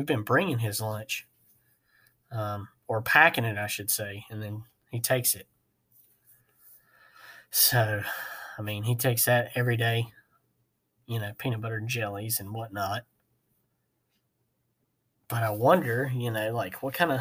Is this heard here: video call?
no